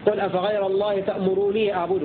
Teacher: أعبده بتخفيف النون بدون مد